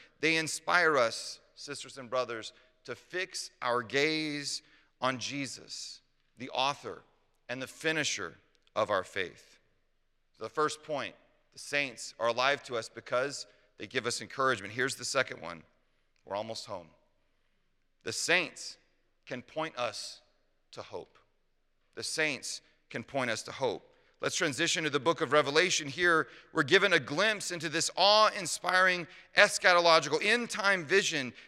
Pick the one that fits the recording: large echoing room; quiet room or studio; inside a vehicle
large echoing room